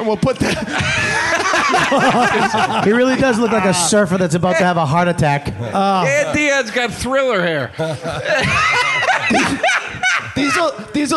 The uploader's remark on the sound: Live from Montreal's 'Just For Laughs' Festival. Recorded in front of a live audience in Montreal.